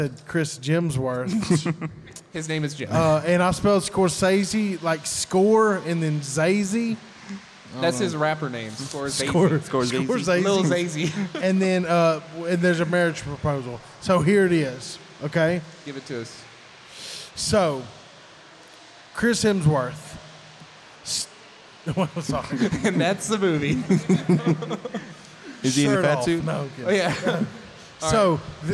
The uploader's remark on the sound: Join us for a thrilling live podcast recorded at the Mississippi Comic Con! Take audience suggestions to create exciting movie pitches on the spot.